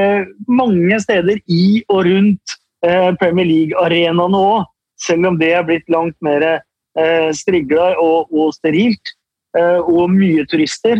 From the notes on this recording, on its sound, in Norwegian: Vi er tilbake på norsk, denne gangen med god, gammel internettopptakslyd!